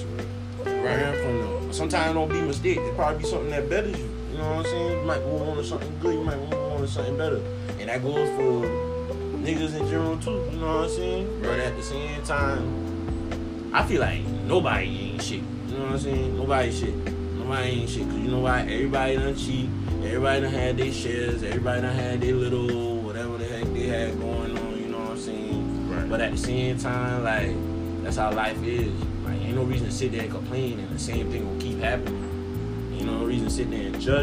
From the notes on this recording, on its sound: PLEASE EXCUSE THE AUDIO IN THE BACKGROUND